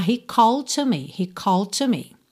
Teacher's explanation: o D de called e o T de to se juntam num som só